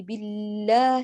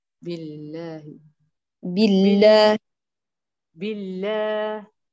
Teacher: لا تمططي شد اللام وتعامليه كالحرف · Shown in: second take